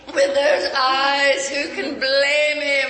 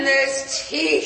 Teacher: the syllables get drawn out, like the way you say eyes, blame, even teeth